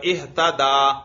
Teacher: تو اس تا کو بھی دال کر کے دال میں ادغام جائز ہے